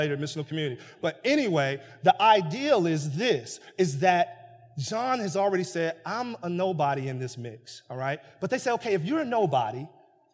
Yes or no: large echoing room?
yes